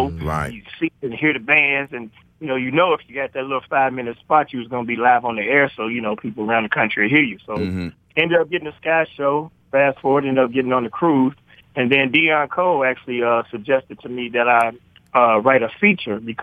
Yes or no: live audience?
no